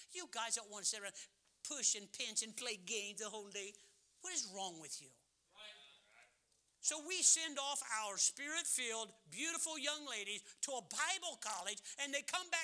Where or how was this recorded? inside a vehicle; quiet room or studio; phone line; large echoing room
large echoing room